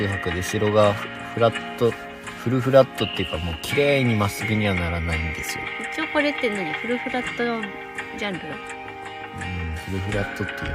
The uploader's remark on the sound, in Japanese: 車内からお届け